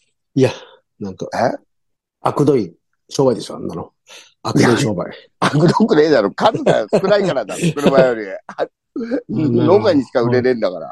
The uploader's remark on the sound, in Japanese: ZOOMで収録。